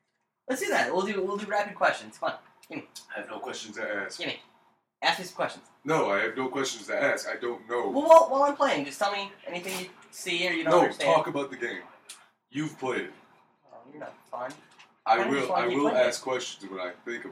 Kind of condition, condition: fault, poor sound quality